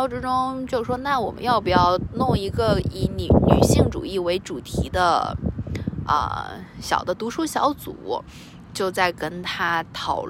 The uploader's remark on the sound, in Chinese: 这一集是在学校里草坪上坐着录制的，你可能会听到比较大的风声，不好意思啦。